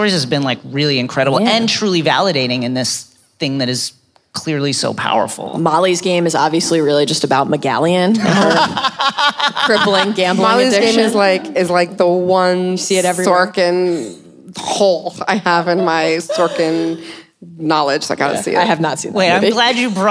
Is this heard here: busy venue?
yes